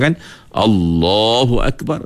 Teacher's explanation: Kerana sebelum Allah bagi atas, lam kena tebal. Kalau sebelum Allah bagi bawah, lam kena nipis.